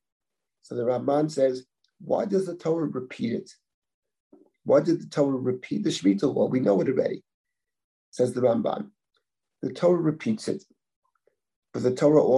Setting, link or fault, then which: link, video call